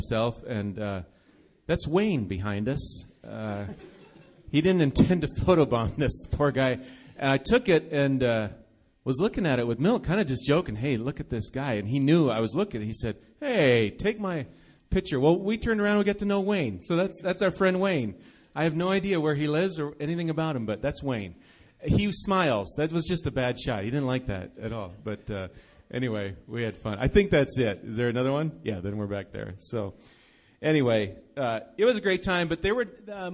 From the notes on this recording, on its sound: Recorded live at Bethany Bible Church.